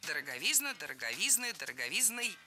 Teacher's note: Ударение в этом слове падает на суффикс «изн». Во всех формах там и остается.